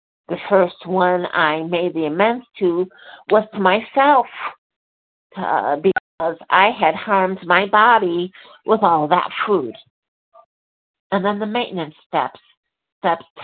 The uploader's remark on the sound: from the 100 Pounders Phone Meeting